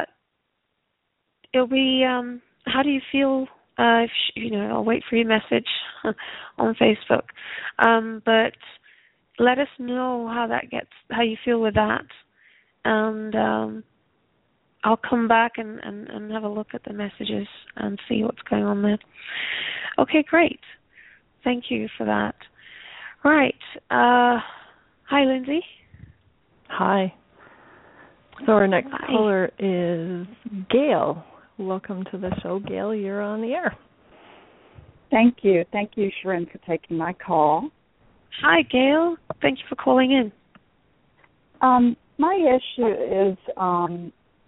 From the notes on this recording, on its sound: takes your calls